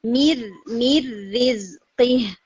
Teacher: اس کو میر نہیں پڑھنا، یعنی میر ہیوی کر کے نہیں، میر میر ریز قی، رو جو ہے وہ لائٹ ہوگا.